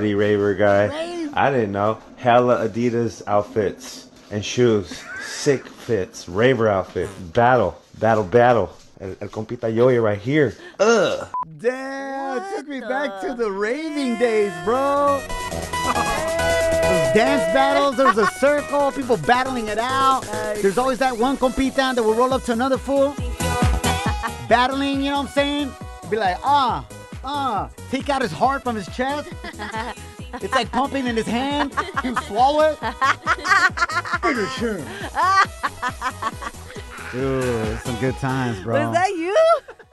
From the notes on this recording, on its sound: We opened up the phone lines and asked our listeners what is something they bought that got them into credit card debt!